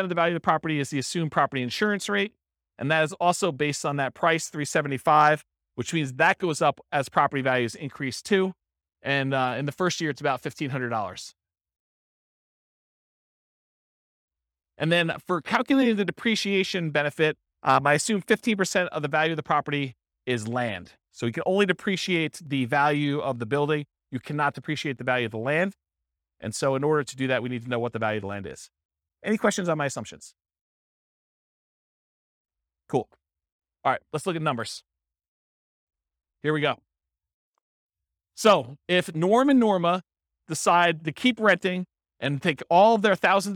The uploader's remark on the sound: This was a live class recorded